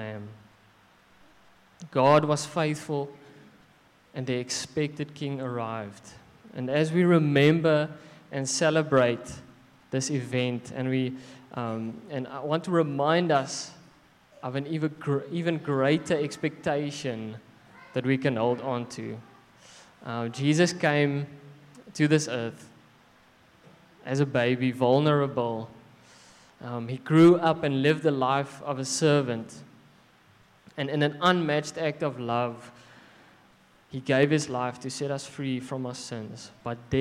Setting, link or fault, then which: setting, large echoing room